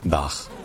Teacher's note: un petit peu comme un R français, mais sourd, donc les cordes vocales ne vibrent pas. Et également un peu plus doux.